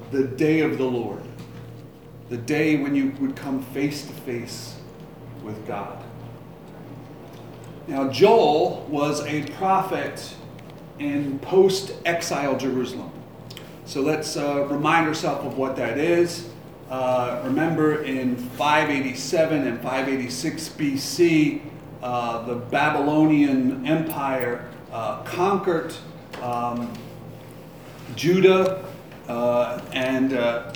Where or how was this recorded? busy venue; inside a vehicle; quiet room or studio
busy venue